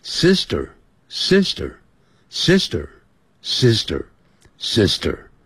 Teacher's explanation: 那个 T 又念成德，像德国的德的音